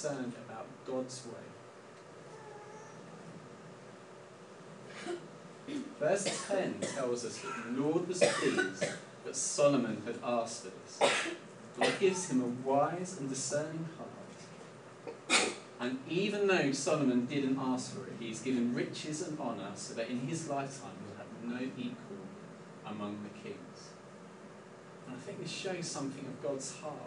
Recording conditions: poor sound quality